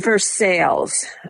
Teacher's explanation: The reason that people say Versailles rather than Versailles is the early settlers of this region were Scots Irish, and they have a habit of pronouncing the emphasizing the second syllable as opposed to the first